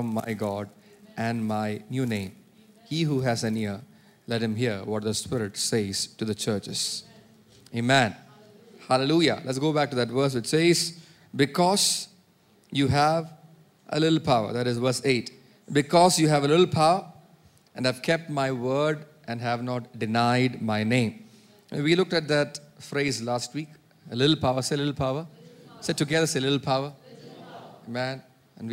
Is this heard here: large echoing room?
yes